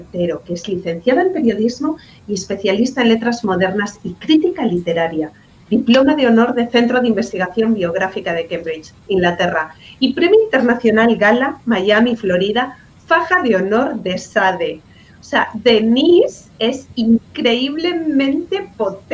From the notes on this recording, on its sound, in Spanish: AUDIOPODCAST DEL WEBINAR. EN JORNADAS INTERNACIONALES SOCIEDAD DIGITAL EN RED (EDICIÓN AÑO 2020). El evento virtual educativo “Sociedad Digital en Red” edición año 2020.